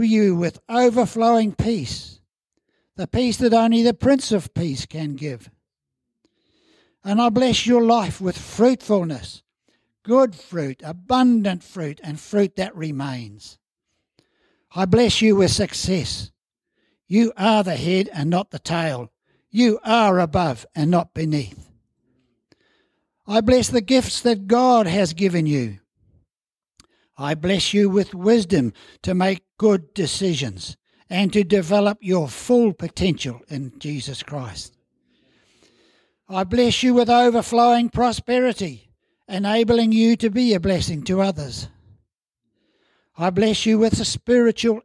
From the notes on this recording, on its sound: As part of our Family Service, celebrating all ages in our church. At Harvest Life Church in Blenheim, New Zealand.